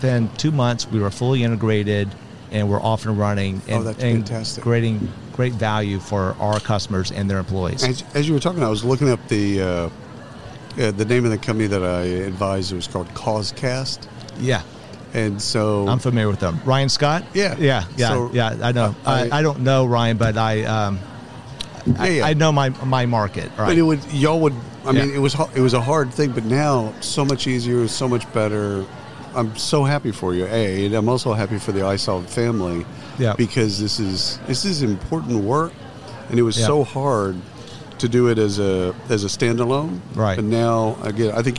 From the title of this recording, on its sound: Live from SHRM 2022